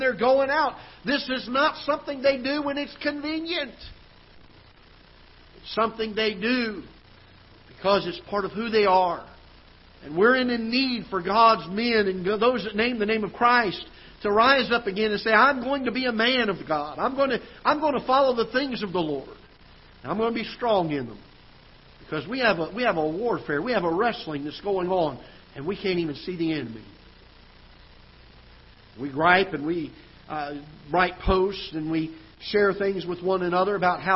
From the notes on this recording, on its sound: Ketha Heights Baptist Church ~ Live Broadcast.